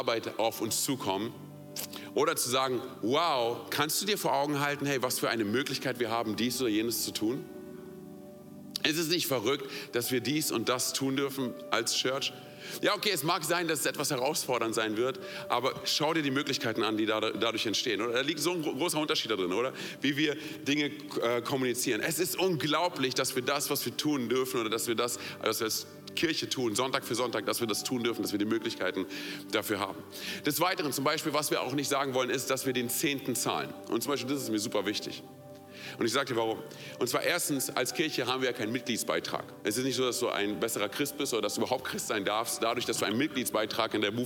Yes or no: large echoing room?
yes